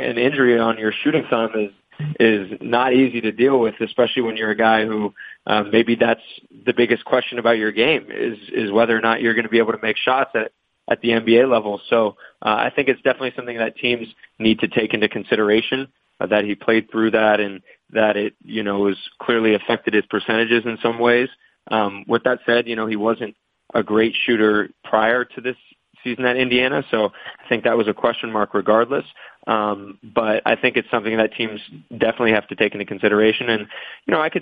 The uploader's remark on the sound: NBA Draft Combine Conference Call